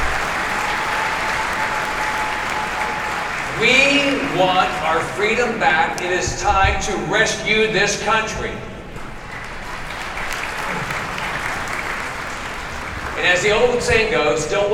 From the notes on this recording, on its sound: Live from CPAC 2022. Live speeches from the conference in Orlando.